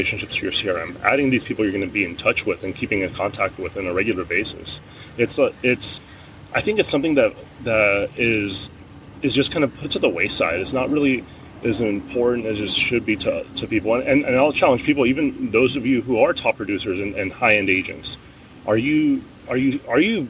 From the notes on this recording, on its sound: go outside and record this podcast while sitting on a pier by a lake with ducks in Orange County